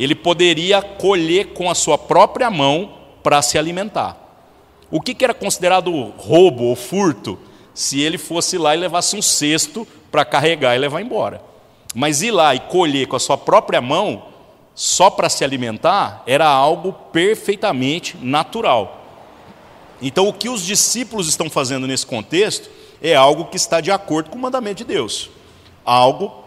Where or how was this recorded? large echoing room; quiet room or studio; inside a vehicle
large echoing room